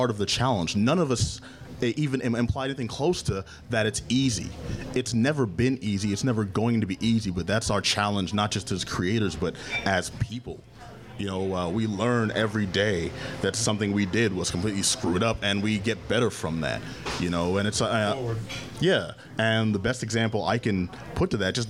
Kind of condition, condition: setting, busy venue